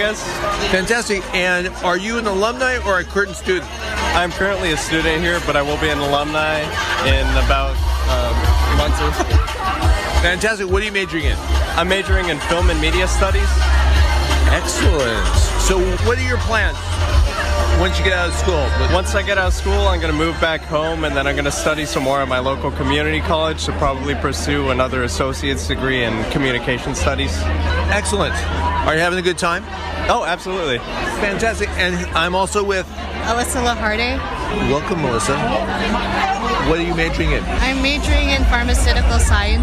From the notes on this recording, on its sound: Traversing the campus for 2 days of HOMECOMING events, which included a special alumni luncheon, Ted Talk style presentations, Party in the Park and a battle for the Big West Conference basketball title. Interviews galore with enthusiastic Anteaters past and present!